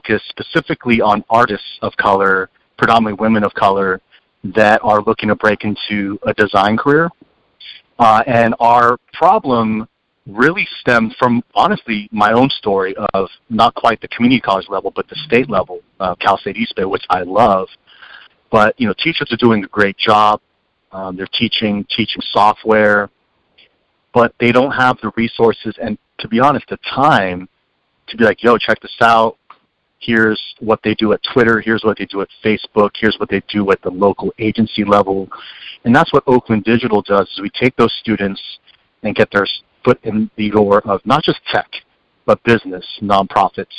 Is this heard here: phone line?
yes